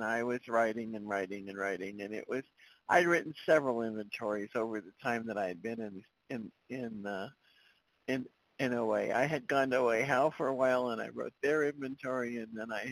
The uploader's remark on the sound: 100 Pounders Phone Meeting